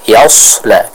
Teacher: Kita membaca huruf Sod dengan tebal. Karena sekali lagi kalau huruf Sod ini ditipiskan maka dia akan apa?